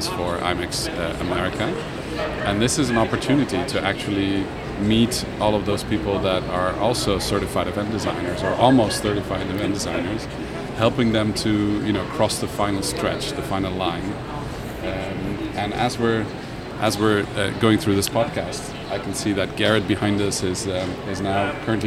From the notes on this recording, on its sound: Live from Meeting Professional's World Education Congres 2022 in San Francisco